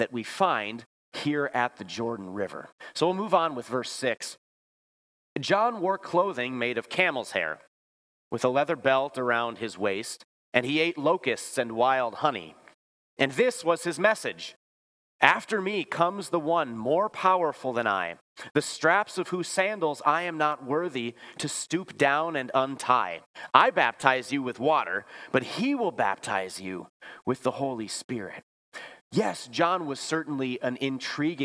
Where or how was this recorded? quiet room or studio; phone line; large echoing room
large echoing room